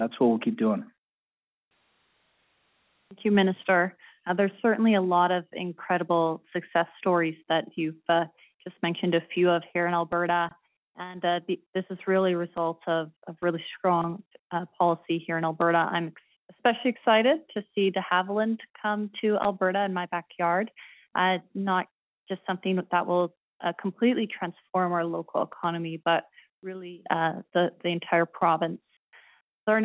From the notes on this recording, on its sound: Budget 2024 Telephone Town Hall, Southern Alberta.